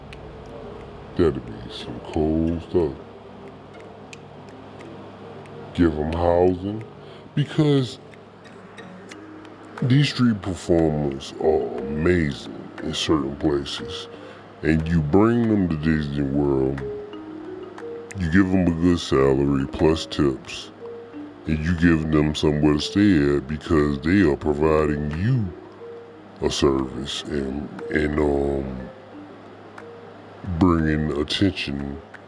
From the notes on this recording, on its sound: Talking on The Phone In The Magic Kingdom Disney World